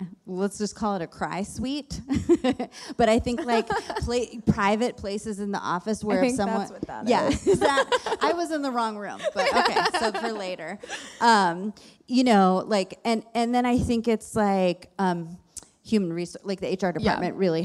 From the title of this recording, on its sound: Live from the WorkParty Tour